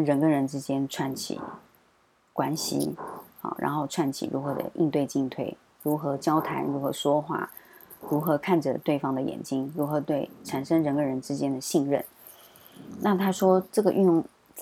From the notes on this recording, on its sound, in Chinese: 本週背景白噪音：樓上施工打地板，請多包涵。